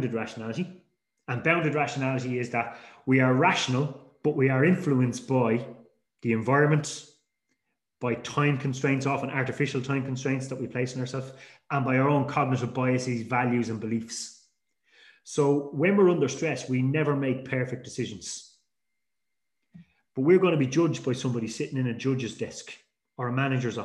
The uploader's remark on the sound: This week we have a recording of a webinar. There is also a short Q&A session at the end with a number of industry related questions.